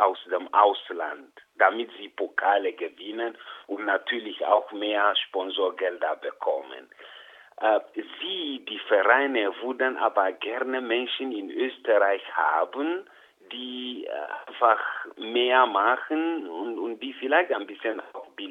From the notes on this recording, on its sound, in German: Telefoninterview